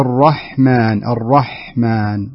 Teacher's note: الحاء فيها الهمس فقط، يعني لا تحتاج إلى أنك تضغط عليها بالطريقة هذه حتى أنها ترتقي زيادة، يمكن قد تتعدى مخرجها الحقيقي.